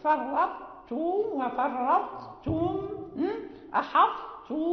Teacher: يعني تبقى صفة الإطباق، يعني نرتفع باللسان إلى الحنك الأعلى ويمتلئ الفم بالإطباق، وننطق بالتاء مشددة